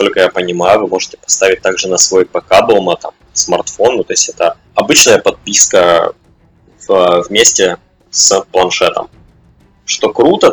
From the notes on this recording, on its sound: Sound issues. Простите за жесть со звуком.